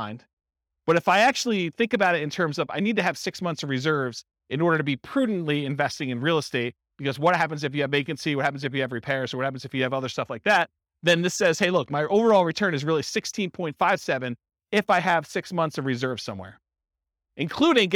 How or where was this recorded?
live audience